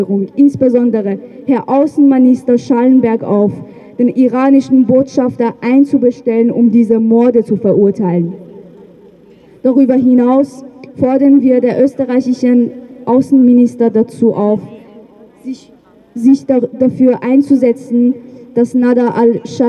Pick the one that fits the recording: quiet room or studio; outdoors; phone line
outdoors